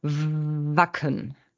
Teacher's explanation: Das W, was wir schreiben können als V oder als W, bilden wir ja mit den Schneidezähnen und der unteren Lippe.